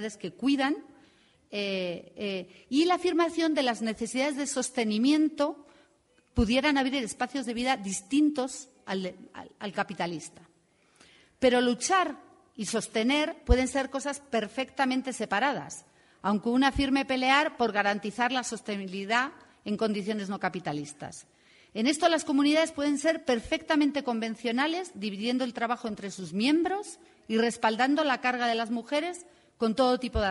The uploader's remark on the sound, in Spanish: Entre el público estaba la delegación de la sede de la fundación en Berlín. Al igual que agradecemos a todas las personas presentes en la sala por las preguntas interesantes y una rica discusión y también a quienes siguieron el debate desde sus casas (escuchando la transmisión en vivo que realizó ALER).